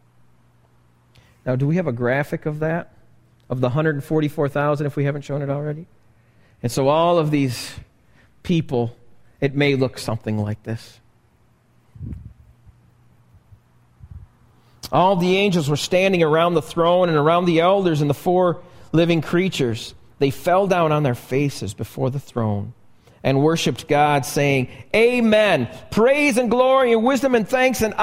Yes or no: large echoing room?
yes